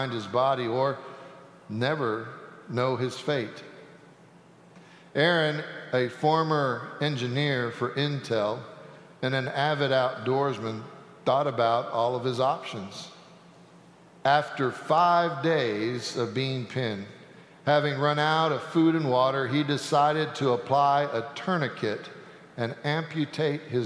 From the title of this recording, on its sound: Sanctuary Service